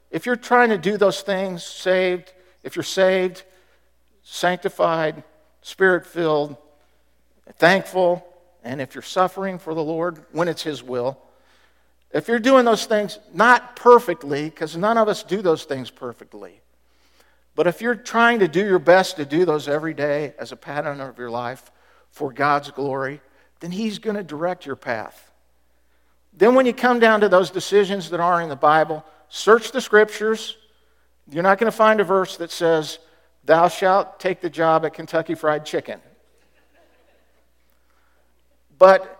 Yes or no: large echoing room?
yes